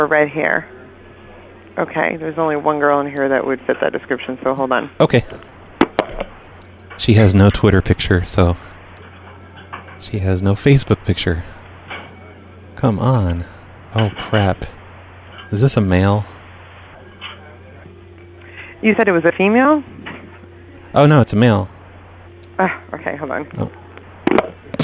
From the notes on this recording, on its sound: Prank Phone Calls